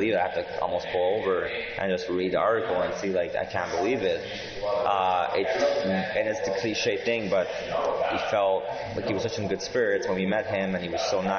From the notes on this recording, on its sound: EXCUSE the background noise as this was done in Algonquin College when the band was doing press, and other members were being interviewed as well.